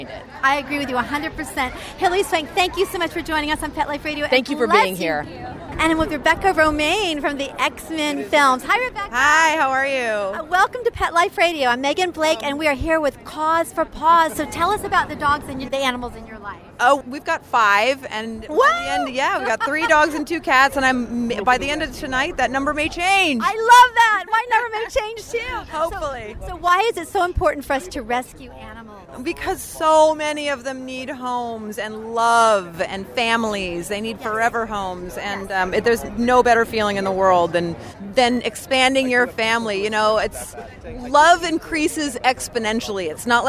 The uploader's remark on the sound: We are LIVE on the Red Carpet!